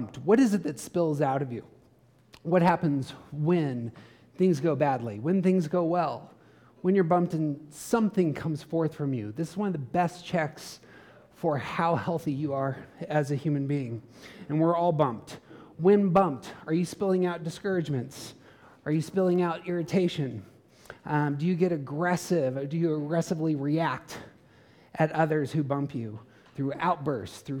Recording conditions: live audience